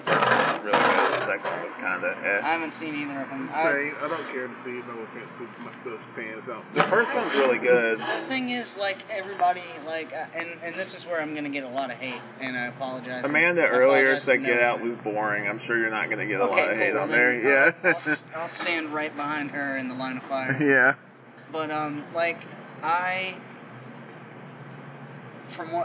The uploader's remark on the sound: Sorry for the weird audio issues in this one the quality improves in later episodes!